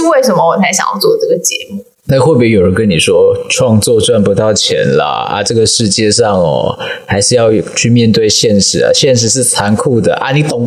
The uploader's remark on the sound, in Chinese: 這集的收音麥克風有點狀況，如果有不適請見諒。